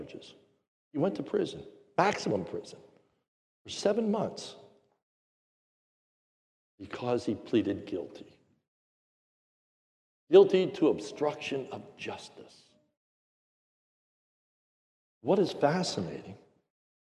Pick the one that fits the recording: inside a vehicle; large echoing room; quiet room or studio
large echoing room